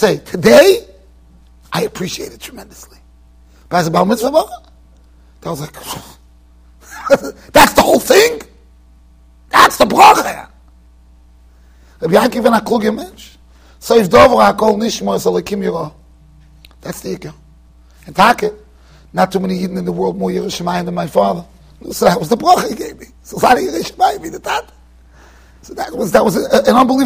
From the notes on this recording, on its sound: Shiur recorded in Yeshivas Ohr Reuven, Monsey NY.